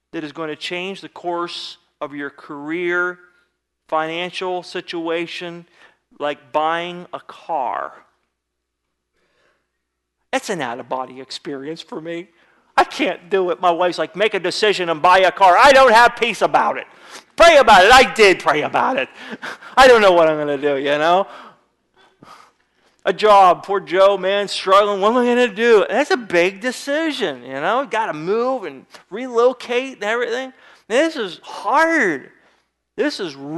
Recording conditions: large echoing room